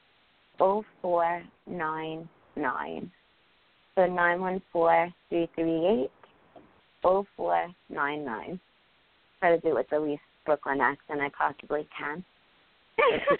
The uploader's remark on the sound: During this special live reading show, they will be taking your calls for readings & questions.